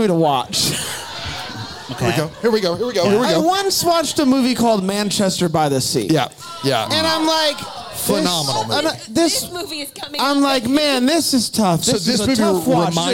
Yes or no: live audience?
yes